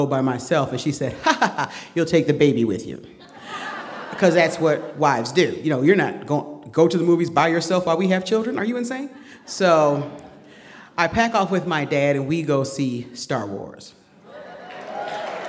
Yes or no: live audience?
yes